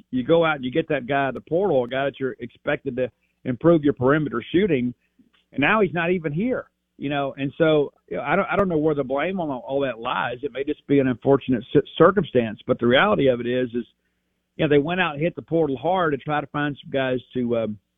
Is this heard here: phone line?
yes